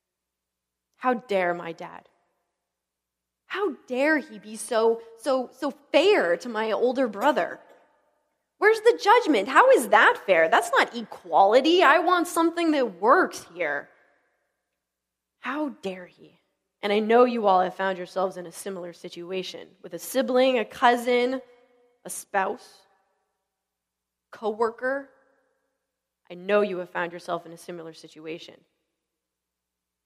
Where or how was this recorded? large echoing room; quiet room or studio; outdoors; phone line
large echoing room